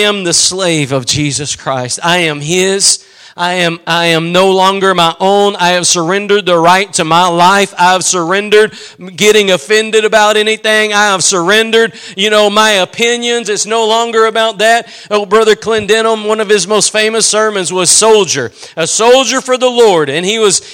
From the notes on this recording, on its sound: Preached at Gospel Lighthouse in Bossier City, La.